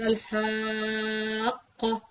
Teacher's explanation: تو یہ مد لیٹر تھا، اس کے بعد قاف مشدد آ گیا